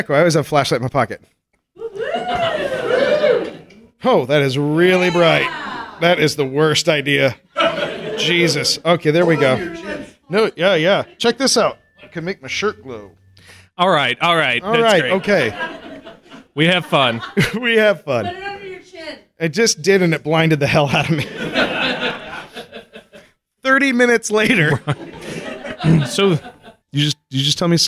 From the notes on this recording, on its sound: Blurry Photos finally got a live show off the ground. In front of a live audience.